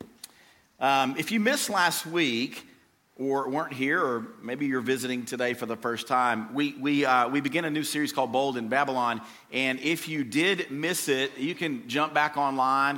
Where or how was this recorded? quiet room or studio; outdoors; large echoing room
large echoing room